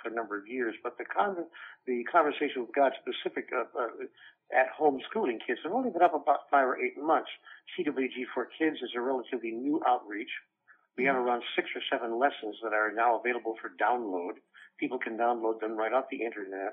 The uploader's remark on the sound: by phone